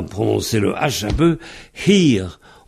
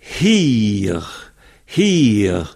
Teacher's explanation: s'entraîner à prononcer le H un peu, hir. On souffle